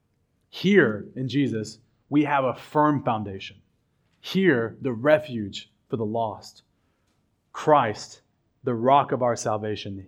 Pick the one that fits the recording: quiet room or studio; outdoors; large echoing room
large echoing room